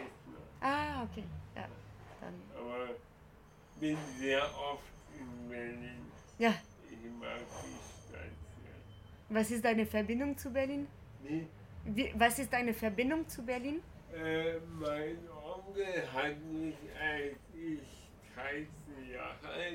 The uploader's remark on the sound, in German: Bei dem Theaterfestival des Nie-Theaters. Sie erzählte mir, dass sie eine Performance extra für diesen Ort entwickelt hat.